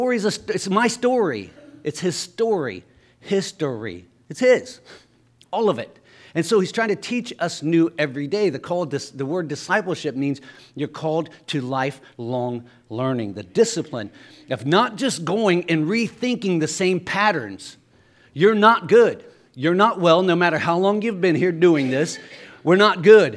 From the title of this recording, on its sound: LIVE Services at Sunshine